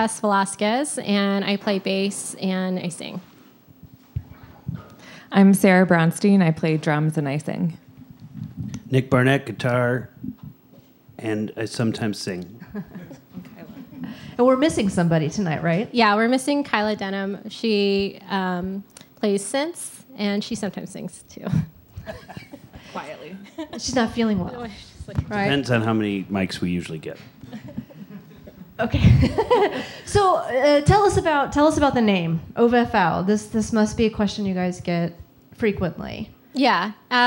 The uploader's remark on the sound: This episode was taped live at Cafe Mustache on May 10, 2023